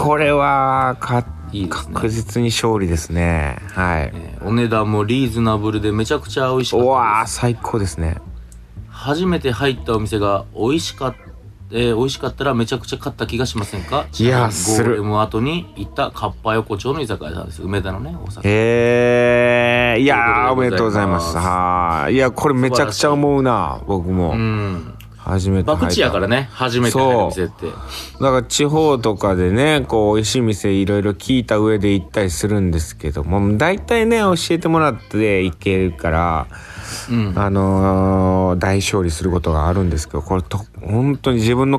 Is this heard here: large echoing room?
no